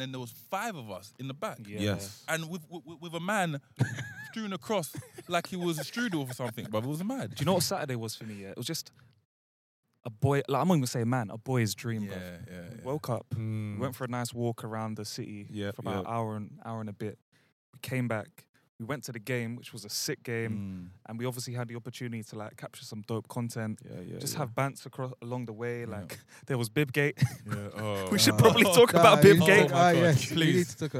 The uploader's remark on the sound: Live from Japoma Stadium. This week we coming at you live and direct, from the centre circle of Japoma Football Stadium.